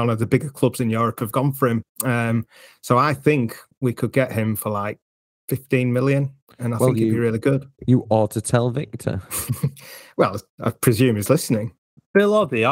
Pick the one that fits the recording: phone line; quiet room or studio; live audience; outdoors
quiet room or studio